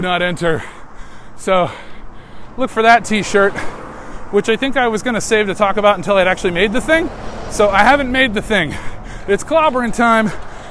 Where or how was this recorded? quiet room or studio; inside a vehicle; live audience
inside a vehicle